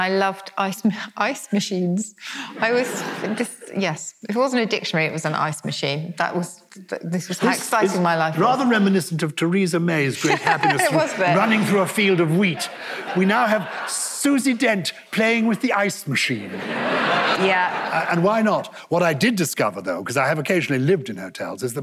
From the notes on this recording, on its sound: Recorded live at Chichester Festival Theatre. It’s the second instalment from our live show at the Chichester Festival Theatre. The 1000 strong crowd at Chichester. Questions from the live audience.